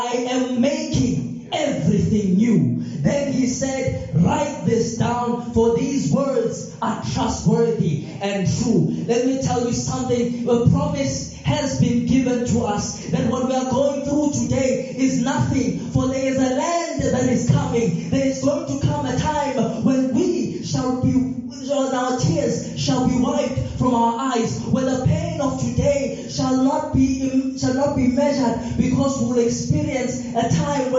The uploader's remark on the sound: This sermon was recorded live from Montclair SDA church.